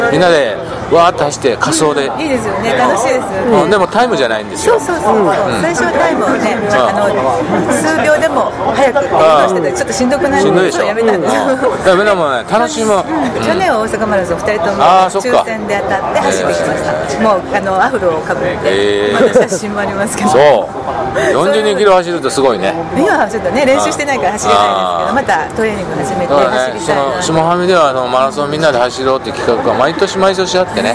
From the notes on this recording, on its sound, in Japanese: 岡山駅前のイオンのスタバにて